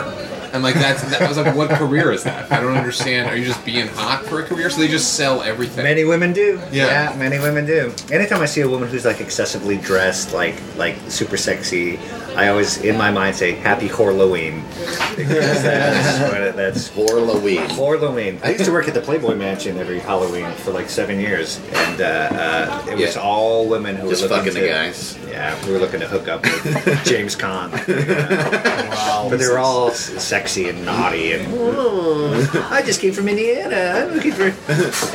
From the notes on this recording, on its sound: at the IHOP in West Hollywood